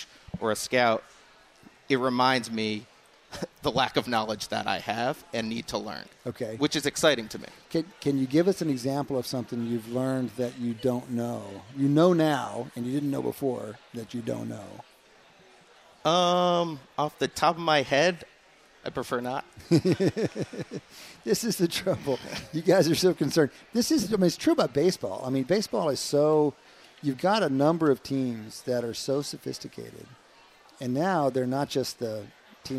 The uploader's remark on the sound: at the Wharton Sports Business Summit 2018